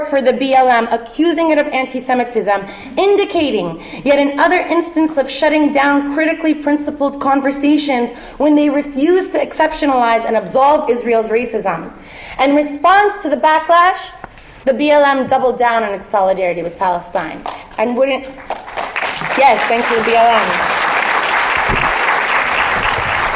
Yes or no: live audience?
yes